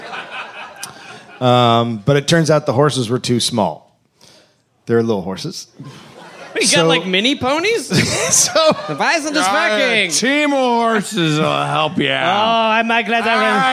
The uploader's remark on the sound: Recorded live at SXSW.